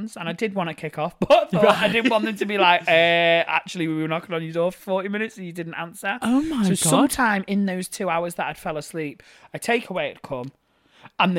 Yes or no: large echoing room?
no